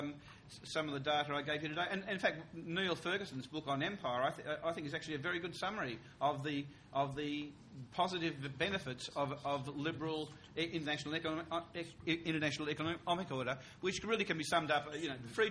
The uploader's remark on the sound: TNC/SAU Conference. Responds to questions and comments from conference participants and audience members.